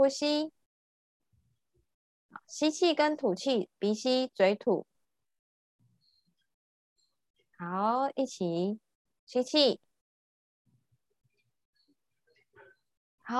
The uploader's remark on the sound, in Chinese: 聊聊好心芹ZOOM線上公益講座。